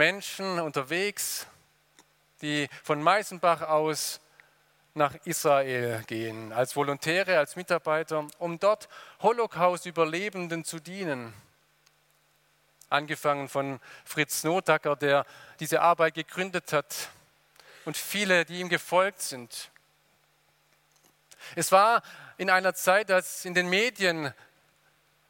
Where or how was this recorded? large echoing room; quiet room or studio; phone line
large echoing room